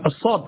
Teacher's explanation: هذا صوت هواء، الحنجرة لا تعمل، الأحبال الصوتية لا تعمل، هذا صوت هواء · Term: حروف الهمس